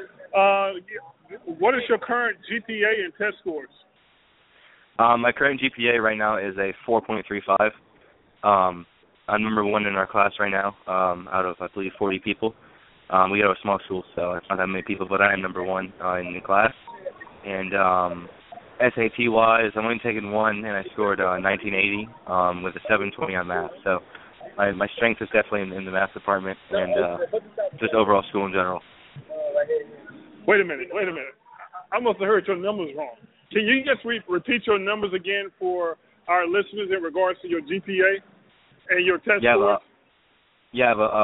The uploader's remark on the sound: We will be boardcasting live from Buffalo Wild Wings in Boynton Beach, Fl.